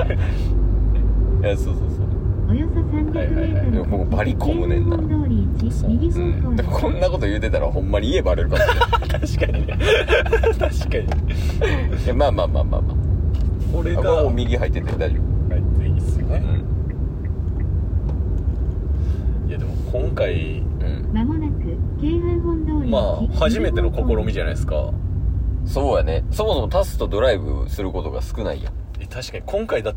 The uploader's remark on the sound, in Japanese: 約５年で初！ドライブ収録開催！